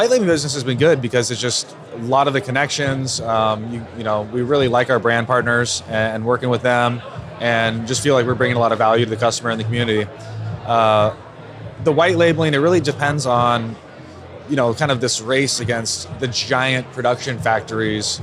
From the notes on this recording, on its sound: MORE Live Interviews From The Extraction Expo Floor. In-person interviews recorded on the floor of The Extraction Expo in Los Angeles!